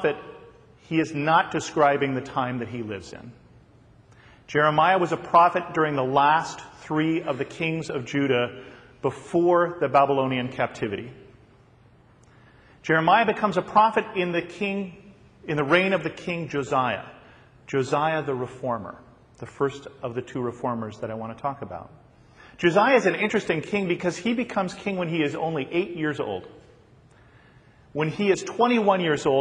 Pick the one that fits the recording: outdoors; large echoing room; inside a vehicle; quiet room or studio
large echoing room